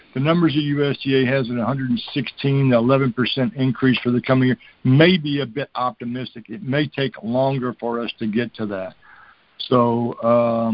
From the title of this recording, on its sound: Monthly Conference Call